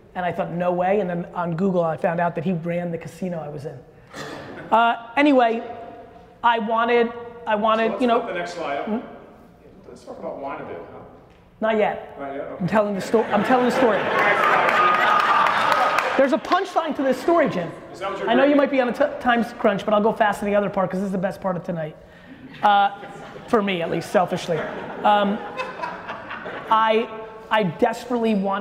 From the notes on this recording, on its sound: that we did live in New York